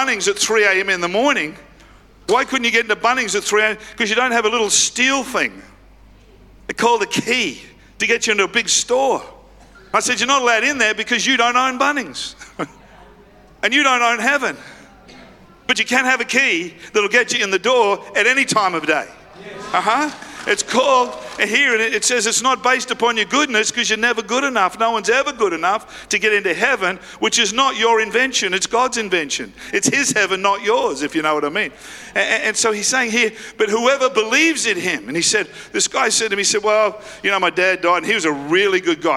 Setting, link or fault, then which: setting, large echoing room